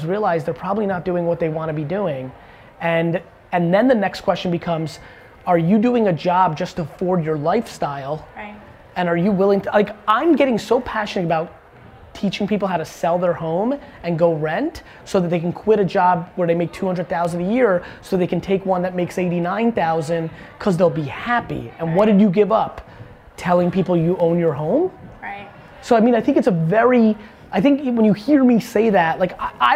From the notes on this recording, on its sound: keynote segments I did in NYC at the Twitter Headquarters, a VaynerMentors session and at Luminary